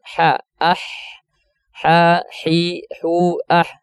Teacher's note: ha dia punya makhrajnya dia di bagian tengah tenggorokan